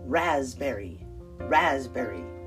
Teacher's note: Now, the emphasis is on the first syllable.